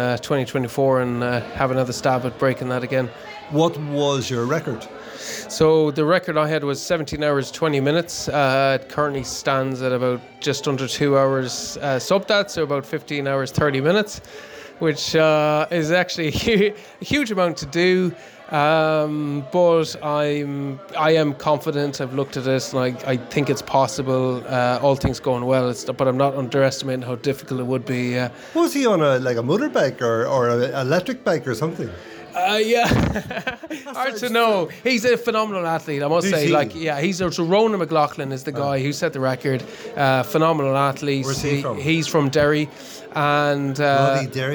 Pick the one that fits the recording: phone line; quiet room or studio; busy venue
busy venue